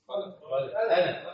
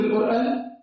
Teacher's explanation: نطقت القاف هنا قافا ونطقت هنا همزه زي الهمزه